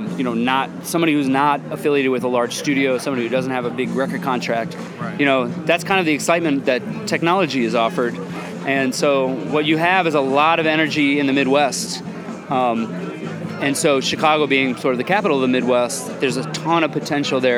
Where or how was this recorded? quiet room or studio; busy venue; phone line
busy venue